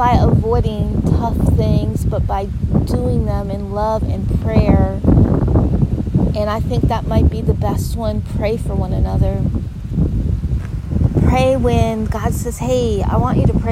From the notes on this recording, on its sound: Live from the windy Gulf Shore of swfl today (I apologize for the disturbing wind sound; I won’t podcast from there again!).